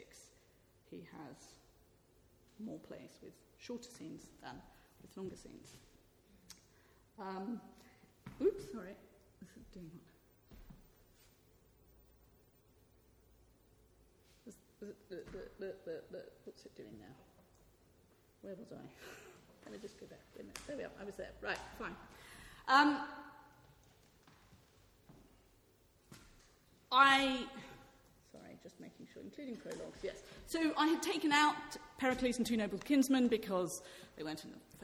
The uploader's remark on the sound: This talk was part of a one-day conference 'Shakespearean Thresholds' organised by KiSSiT (Kingston Shakespeare Seminar in Theory) held at the Rose Theatre, Kingston on April 2, 2016.